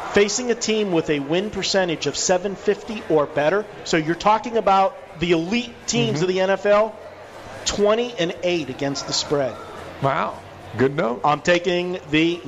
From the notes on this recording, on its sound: Live from The Cosmopolitan of Las Vegas